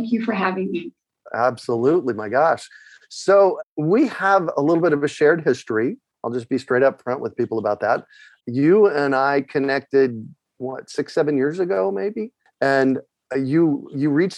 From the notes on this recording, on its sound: A relaxed conversation in a Zoom room with a special guest. They answer questions from the live listening audience.